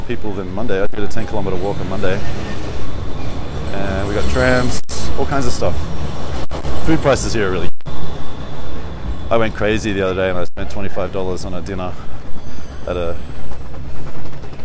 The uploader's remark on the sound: Walk And Talk, Sofia, Bulgaria